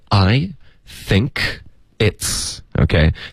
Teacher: think 跟 it's 这一段我们得连读